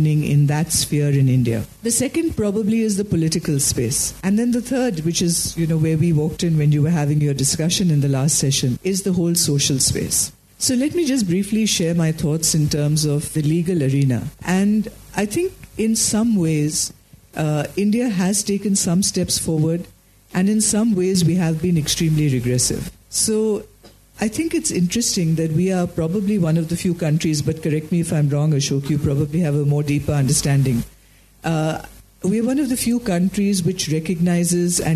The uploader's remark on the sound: We travel to Mumbai for front row seats at a panel discussion. We are at the Second Indian LGBT Youth Leadership Summit.